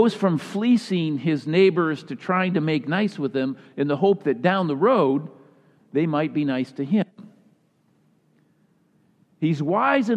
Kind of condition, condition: setting, live audience